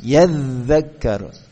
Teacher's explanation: Zal dengan gigi seri atas, ujung gigi seri atas.